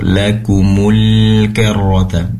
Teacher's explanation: kecenderungan lam pada huruf nun dengan cara menempelkan lidah, busur lidah depan ke langit-langit, karena itu makhrajnya lam, ditempelkan ke langit-langit lebih lama ya, durasi penempelannya lebih lama agar tertunaikan sifat inhiraf.